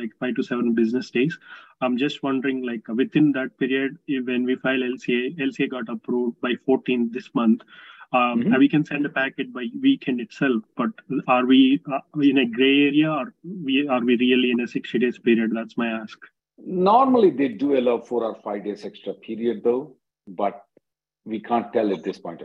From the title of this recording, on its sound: Conference Call Jul 7th 2023